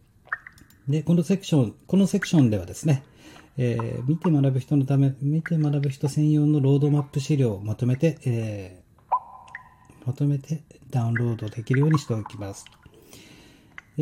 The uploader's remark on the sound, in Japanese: 作業環境音（ありのままの現場）。Asmr収録なので。